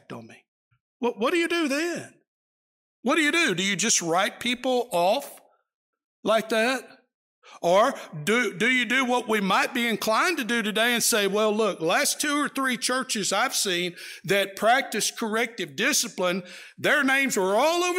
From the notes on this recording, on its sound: Preached during the AM worship service at the Roanoke CofC